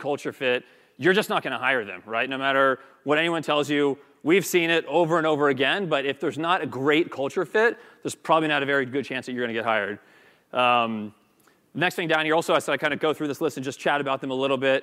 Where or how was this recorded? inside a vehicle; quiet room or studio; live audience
live audience